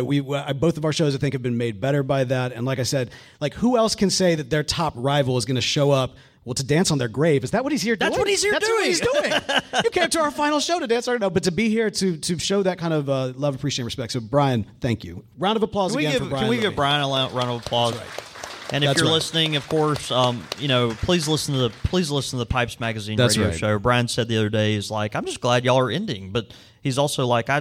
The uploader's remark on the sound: In front of a live audiance at (or at least right next to...) the Country Squire in Jackson Mississippi! We were stunned by the amount of support we got and the overwhelming numbers of folks who showed up for this event.